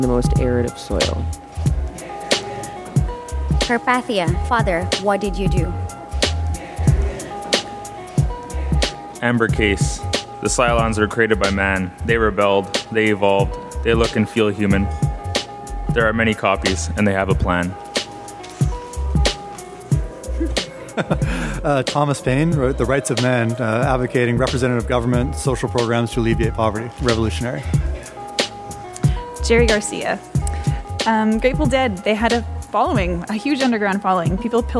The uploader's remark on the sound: At Fresh Media conference at W2 Arts + Media Centre. In a workshop about storytelling + podcasting.